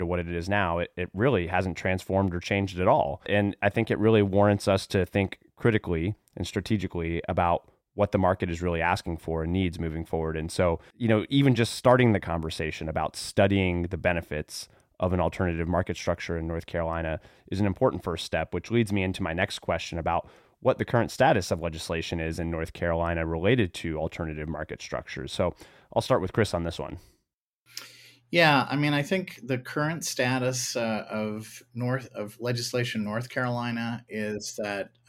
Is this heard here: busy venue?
no